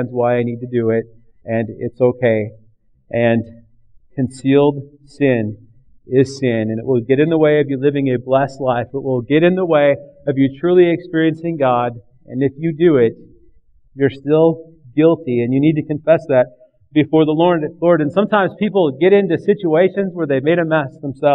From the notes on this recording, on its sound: recorded on Oct 11th, 2009 at River Rock Church in Belle Plaine MN